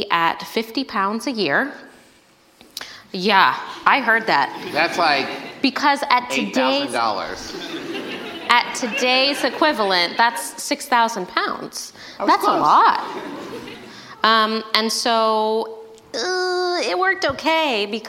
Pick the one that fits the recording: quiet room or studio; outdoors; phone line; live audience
live audience